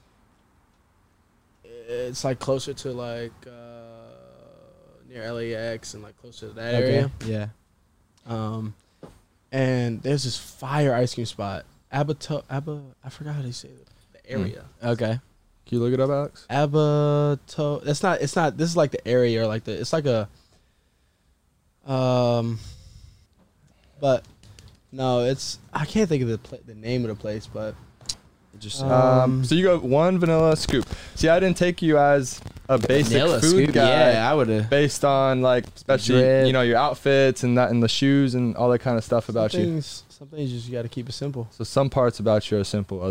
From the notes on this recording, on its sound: in the truck after practice